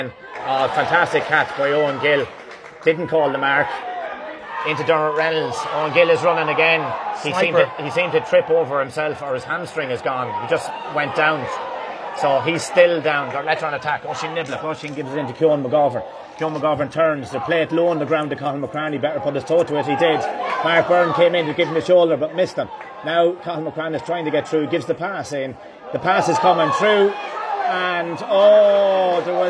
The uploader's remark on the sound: Live first half commentary from Avantmoney Pairc Sean MacDiarmada